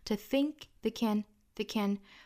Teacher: 这个 to 和后面这个 can 都要做弱读的。